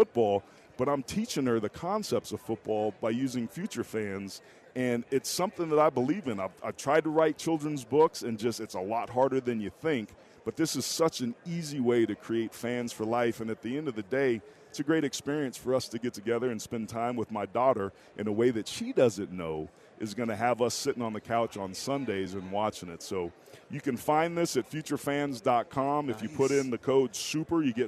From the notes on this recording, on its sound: LIVE from Radio Row in Las Vegas!